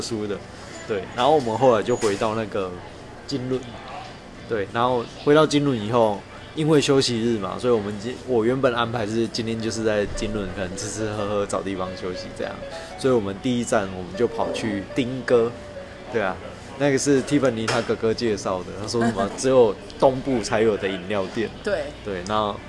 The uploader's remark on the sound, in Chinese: 鐵路環島從金崙到香蘭。由於會是在旅程途中錄製。錄音品質上麻煩大家多多包涵。